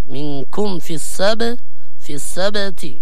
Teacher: الميم عند الفاء لابد من الإظهار